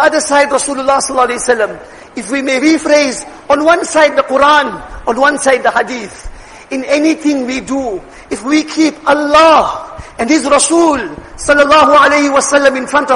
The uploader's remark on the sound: Jumuah lecture